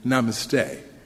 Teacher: American English speakers tend to attribute a shorter sound to the vowels and place the emphasis on the last syllable, as in namaste, what I have mistakenly been saying.